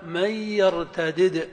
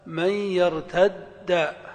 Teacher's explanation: فإذا فككت قلت من يرتدد، وإذا أدغمت قلت من يرتد